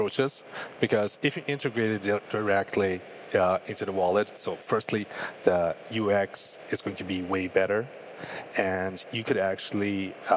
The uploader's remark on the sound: Live from Breakpoint 2021. Thanks to everyone in the audience.